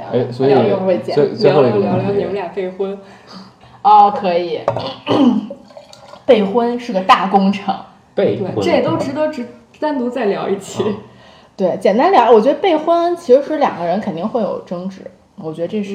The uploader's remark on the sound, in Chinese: 没有4个话筒笑声过大请大家原谅！